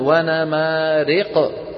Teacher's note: بيخلط صوت الفتحة بشيء من الياء، وانا مارق، هذه اللي سميناها الإمالة.